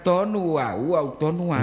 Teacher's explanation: di kata wau harus ada glotal, tanda stop